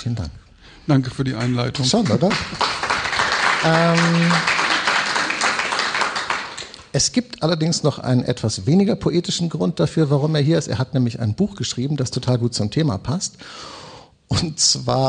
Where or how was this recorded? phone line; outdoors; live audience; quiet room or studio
live audience